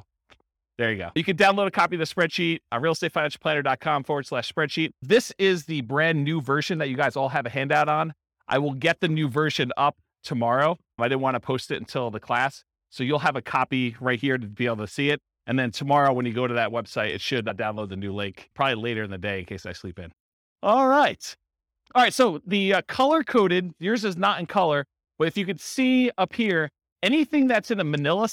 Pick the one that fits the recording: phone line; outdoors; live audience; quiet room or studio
live audience